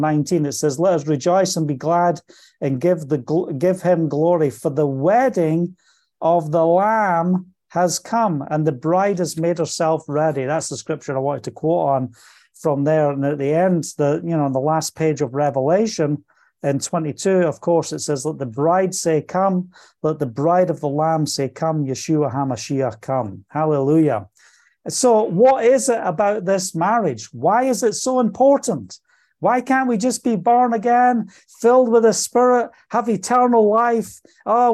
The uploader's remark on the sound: Today's weekly zoom call. From Israel.